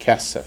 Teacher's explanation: Accents on the first syllable because we have two sigal in a row